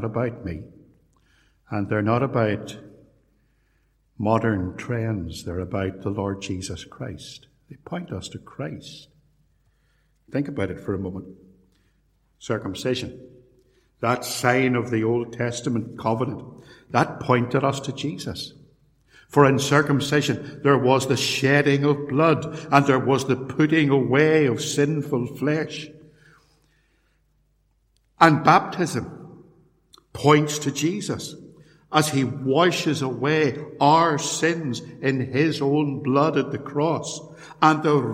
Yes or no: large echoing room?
yes